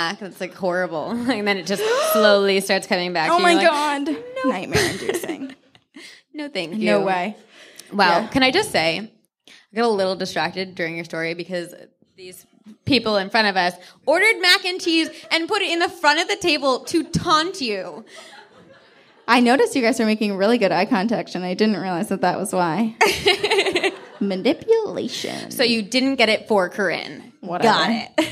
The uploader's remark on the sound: Live at the Hollywood Improv